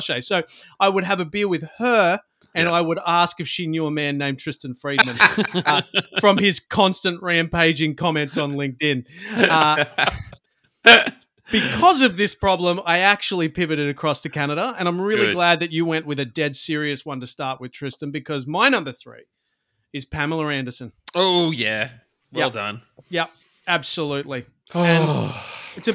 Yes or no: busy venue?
no